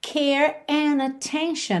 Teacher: Atenção que ele juntou and com attention pela letra N